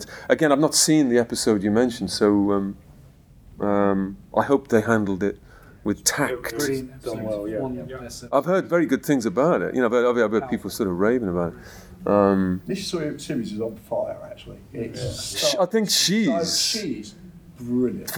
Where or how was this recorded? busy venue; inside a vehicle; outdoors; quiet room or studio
busy venue